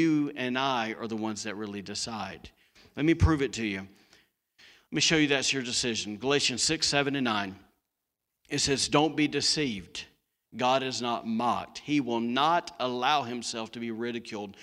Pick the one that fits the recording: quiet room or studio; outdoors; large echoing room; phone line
large echoing room